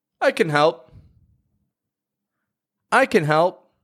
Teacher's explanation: Those grammar words are using a quick and quiet schwa. They're just giving it a weak sound.